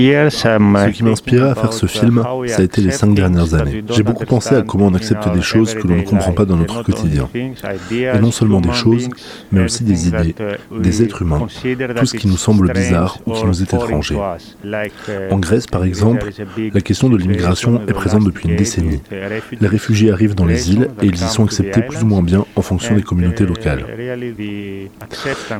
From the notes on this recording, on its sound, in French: Enregistrée au festival Festival Premiers Plans. Enregistrée au festival Festival Premiers Plans.